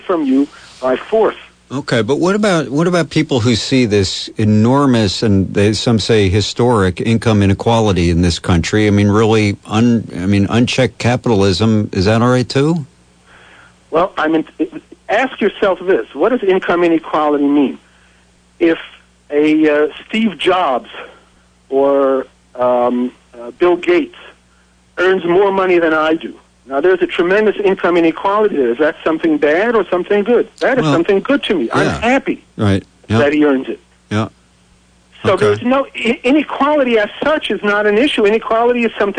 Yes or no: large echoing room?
no